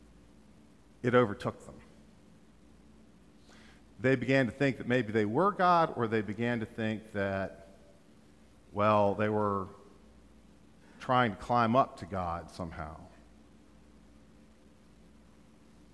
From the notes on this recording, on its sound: during Traditional Worship